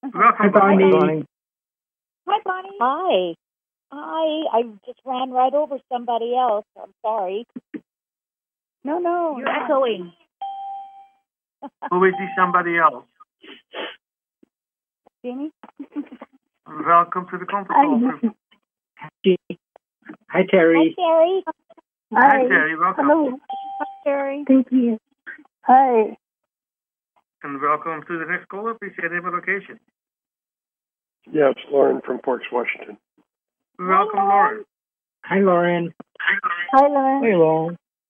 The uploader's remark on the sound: Conference Call LIVE